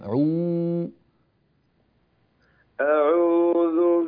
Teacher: اترك شفتيك تنطلقان الى الامام وتضم شفتيك جيدا في نطق الواو · Term: ضم كامل